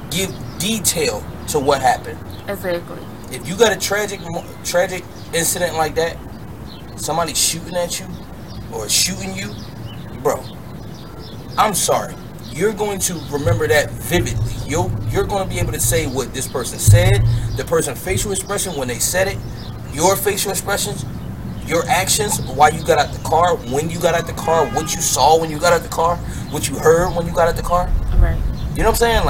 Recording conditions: wind noise